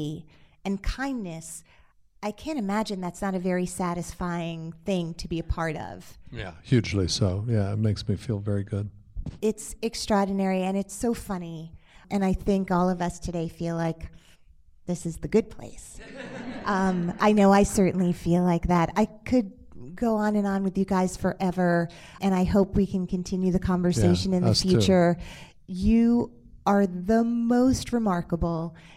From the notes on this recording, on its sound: Live from the Atlantic Theater Company. Hosted her Little Known Facts podcast on stage at The Atlantic Theater Company.